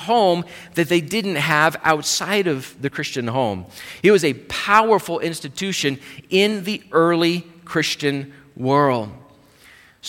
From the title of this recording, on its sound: Live Service